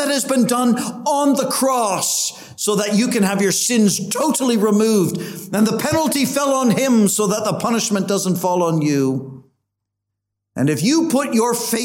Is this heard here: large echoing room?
yes